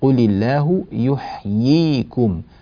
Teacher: كذلك مما ننبه إليه في هذه الآيات الياءان في كلمة يحييكم، الآية الأخيرة من هذا المقطع الآية 26 قل الله يحييكم، فالياءان يعني عندنا ياء مكسورة وبعدها ياء ساكنة مدية